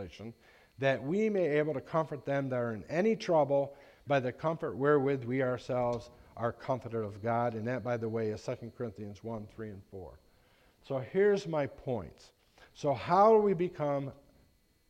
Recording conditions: large echoing room